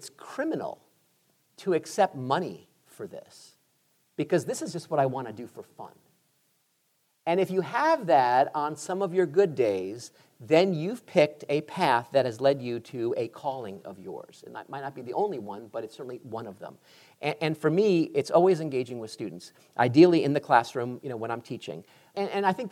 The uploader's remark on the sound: "Higher Ed" took the show on the road earlier this year and taped a few podcast episodes in front of an audience at Southwestern University in Georgetown, Texas.